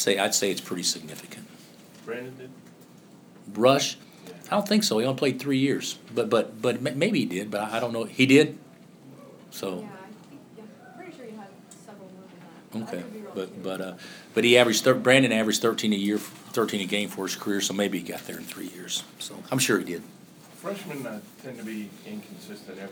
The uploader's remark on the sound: Press Conferences & Post-Game Interviews